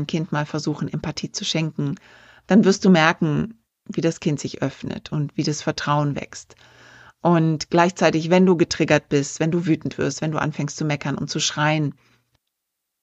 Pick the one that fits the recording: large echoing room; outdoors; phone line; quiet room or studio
quiet room or studio